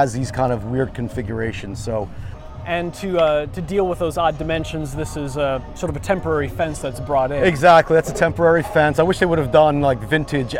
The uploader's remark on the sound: Hinchliffe Stadium at Paterson Great Falls. Captures the sounds of opening day. Paterson, New Jersey.